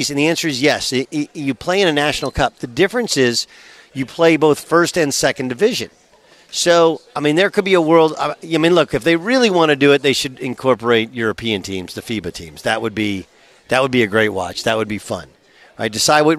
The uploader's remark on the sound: live from The Breeders' Cup at Santa Anita Park in Arcadia, CA!